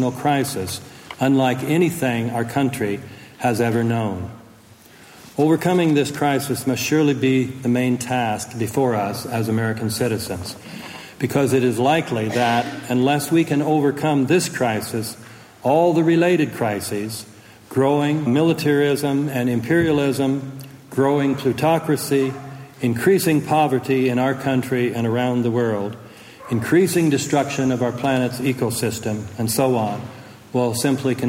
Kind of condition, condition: setting, live audience